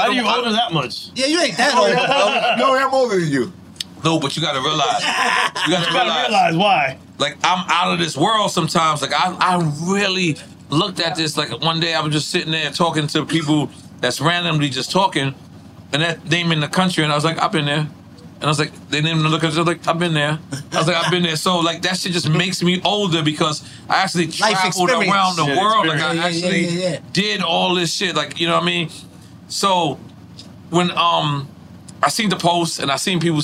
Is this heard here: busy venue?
yes